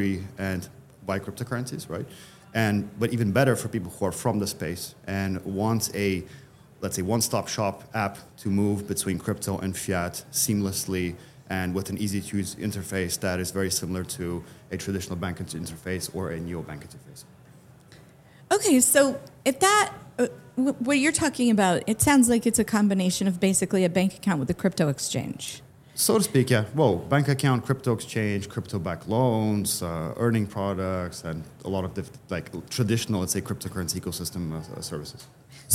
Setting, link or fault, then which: setting, busy venue